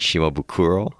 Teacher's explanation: There's really no accent on the syllables, but what do you do? I like to put an accent on the ku, you know, like shimabukuro.